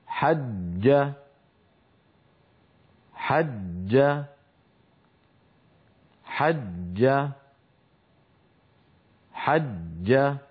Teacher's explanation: النطق الصحيح للجيم المشددة مقفولة المخرج، وأؤكد على قفل المخرج لا بد من ذلك، وإلا خرجت الجيم رخوة، وهذا خلاف الفصيح. · Term: الجيم المشددة